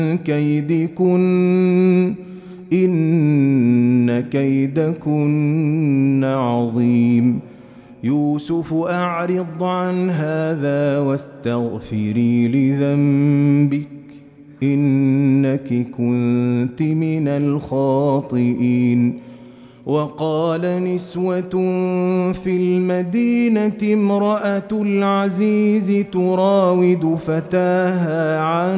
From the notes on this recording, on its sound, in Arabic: مسجل من صلاة التراويح بمسجد السلام بحي مشرفة بجدة.